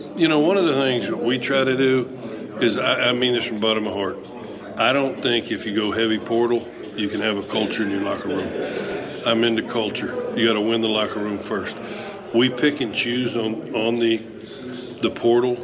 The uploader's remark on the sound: 2022 Southland Media Day. Live at the Southland Conference Media Day!